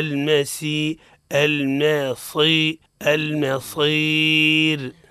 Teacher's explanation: تفخيم الصاد مع ترقيق الراء